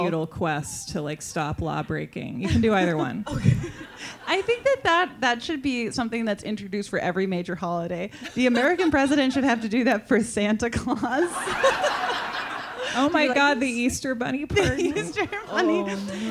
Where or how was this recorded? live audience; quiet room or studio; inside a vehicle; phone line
live audience